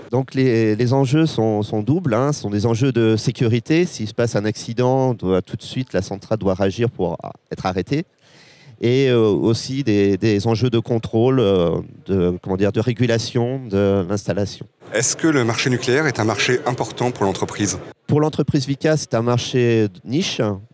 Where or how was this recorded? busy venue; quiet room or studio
busy venue